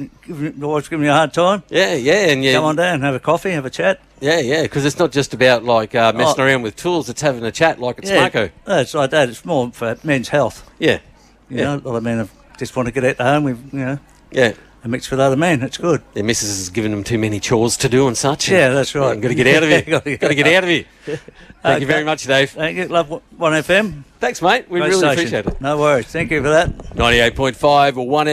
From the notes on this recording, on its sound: A special outside broadcast live from the 2024 Nagambie On Water Festival with thanks to Go Nagambie from Lake Nagambie.